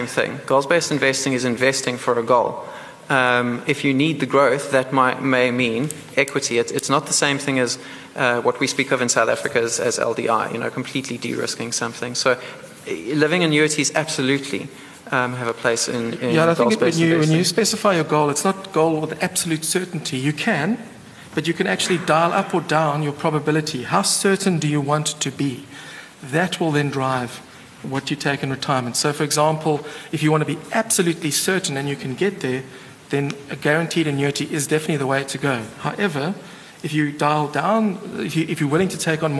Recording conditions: live audience